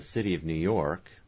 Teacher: city is in the midst of a phrase, so it's going to be weaker